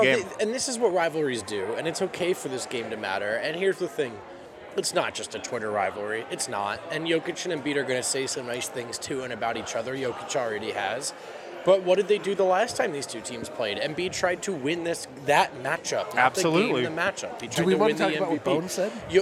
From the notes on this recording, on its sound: live from Breckenridge Brewery